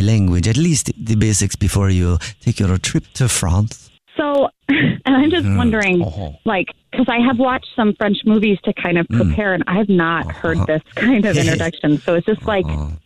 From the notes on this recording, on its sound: Phone Prank.